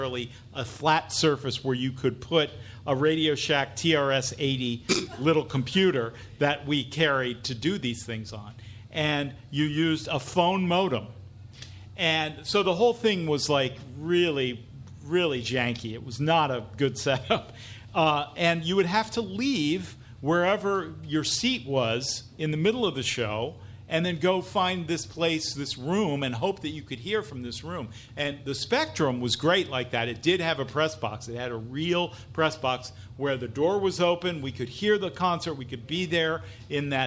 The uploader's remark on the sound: Pod Dylan Live! Recorded live on July 28, 2019 at The Tattooed Mom on South St.